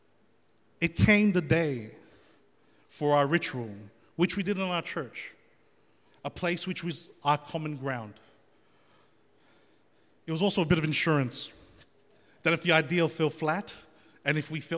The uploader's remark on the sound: The FaithFeed Live Studio Audience.